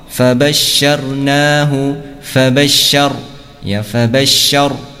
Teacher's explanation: ar, ya, jangan dibaca datar ar, ya, ar, ya, kurang tepat. Ro ketika sukun sebelumnya fathah dibaca tebal.